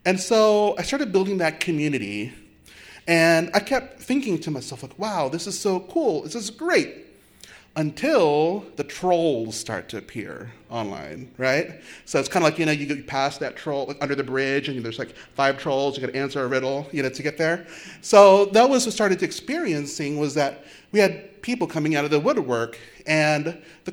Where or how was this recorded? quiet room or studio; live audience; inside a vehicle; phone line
live audience